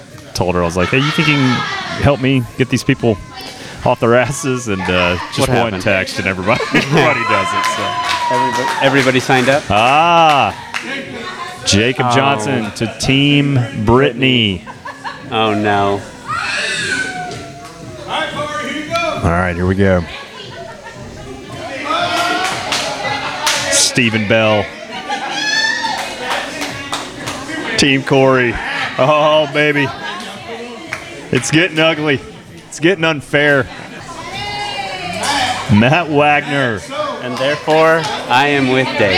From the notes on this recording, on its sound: We are live from BLCF for draft night! It's a revolving door of guests.